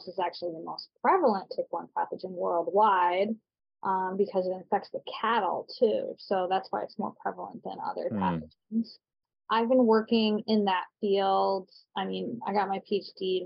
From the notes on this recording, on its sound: In our chat over Zoom